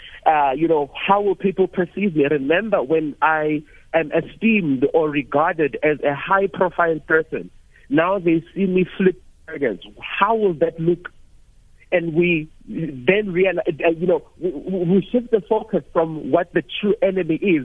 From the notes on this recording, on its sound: Guest (PHONE).